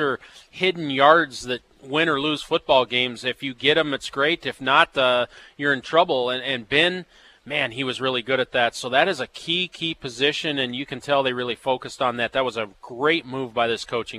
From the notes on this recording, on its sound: live from the Ramada